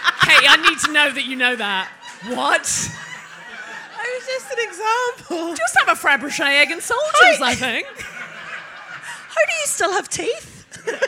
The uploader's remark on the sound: It's back to Belfast for this episode of DWSC when the well-oiled team did their second live show of the day for the city's Out to Lunch festival. Bringing the show to a close is a member of the audience.